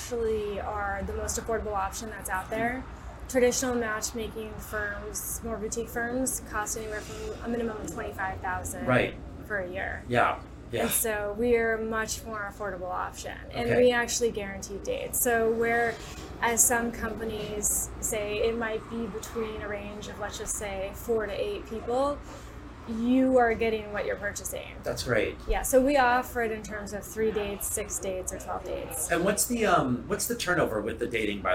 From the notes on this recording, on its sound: Curated Wines in Los Angeles, where this episode was recorded live.